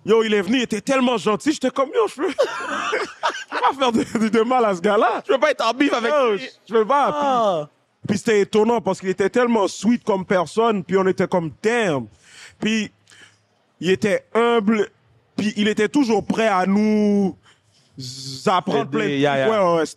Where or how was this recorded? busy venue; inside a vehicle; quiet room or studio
busy venue